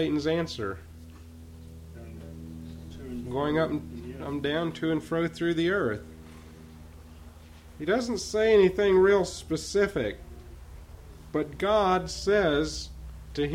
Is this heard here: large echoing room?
yes